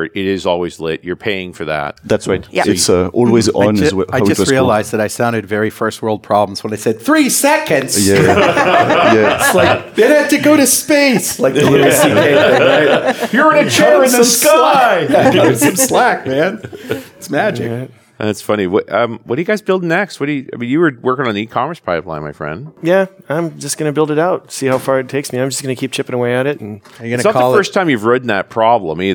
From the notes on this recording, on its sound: Going Serverless Panel at NDC Oslo.